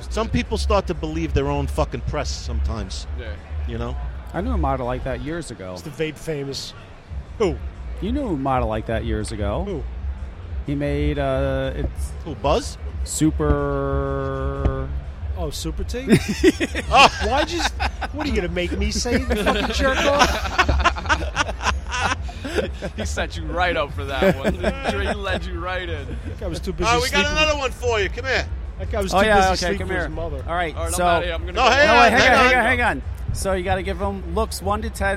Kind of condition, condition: setting, busy venue